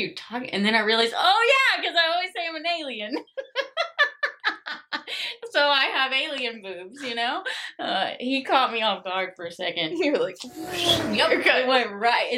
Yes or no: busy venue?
no